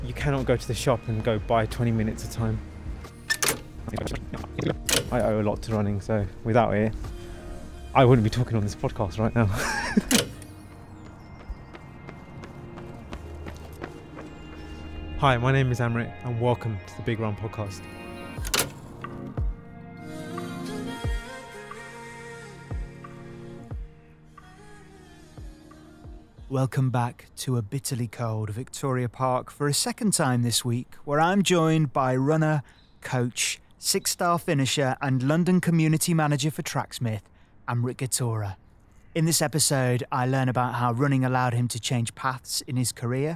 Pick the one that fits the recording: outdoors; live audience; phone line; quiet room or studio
outdoors